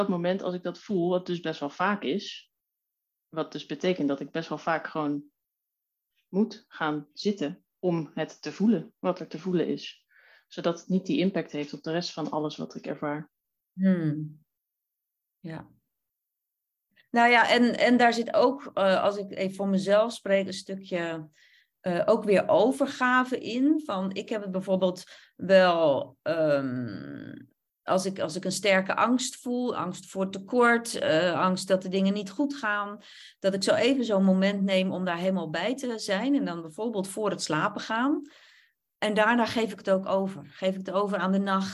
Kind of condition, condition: link, video call